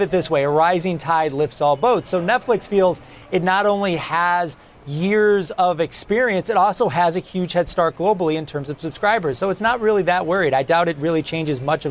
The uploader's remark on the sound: live from The New York Stock Exchange